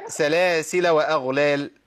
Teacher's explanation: الألف مش منطوق في الوصل بتاع سلاسل